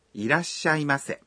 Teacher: Dan saat mengucapkan いらっしゃいませ, hentikan nafas selama satu ketuk setelah ra